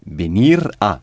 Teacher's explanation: il vous faut prononcer bénir et à d'une traite.